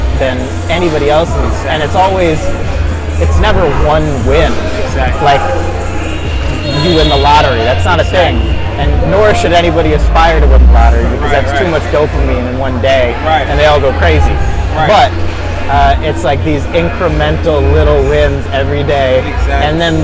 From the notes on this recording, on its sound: We filmed this on location at a Red Bull event in Brooklyn NYC. The first in person episode since covid!